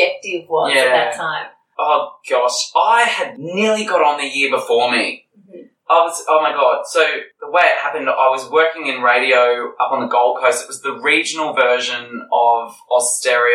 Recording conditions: poor sound quality